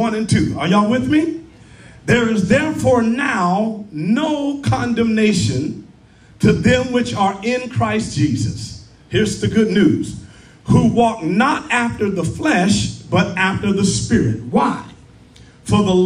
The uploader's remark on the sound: Live in person at Lighthouse of Praise